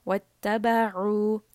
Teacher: So here we have the letter ayn. Ayn is from the throat.